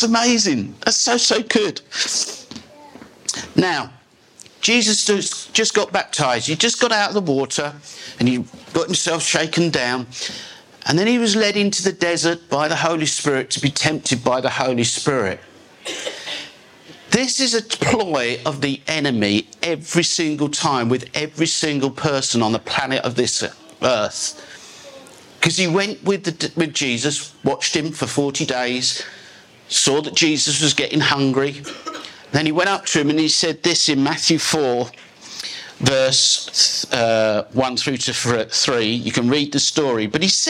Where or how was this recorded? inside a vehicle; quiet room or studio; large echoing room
large echoing room